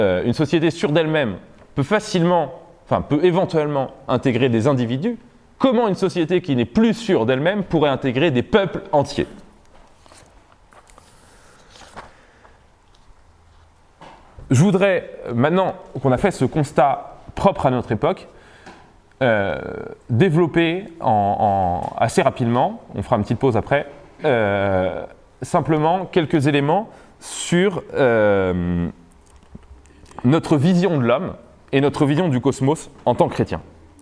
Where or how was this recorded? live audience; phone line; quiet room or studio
live audience